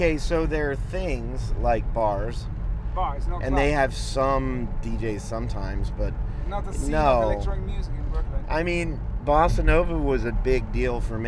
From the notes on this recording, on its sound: New Vague City presents a conversation between 3 heads in transit, in the middle of the night. Was driving a cab that night.